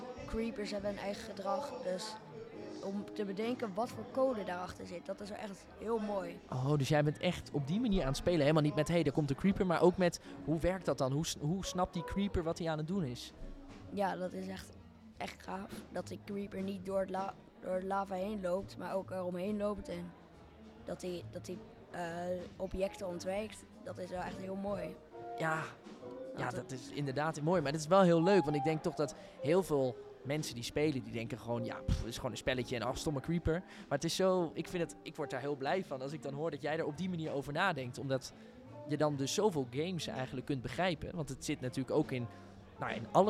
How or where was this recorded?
busy venue